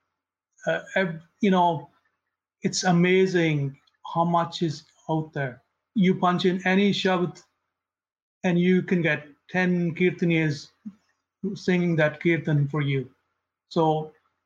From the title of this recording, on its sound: LIVE Webinar